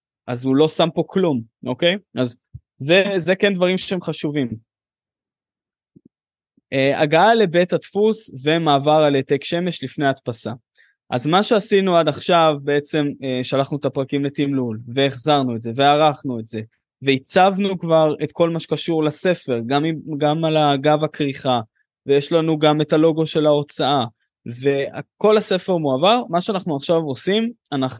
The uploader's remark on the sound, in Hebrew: בוובינר מיוחד.